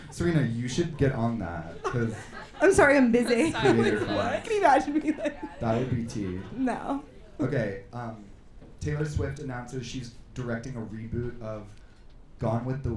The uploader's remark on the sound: On the the first ever LIVE episode of Harrytales. A sold out show at the Sultan Room in Brooklyn.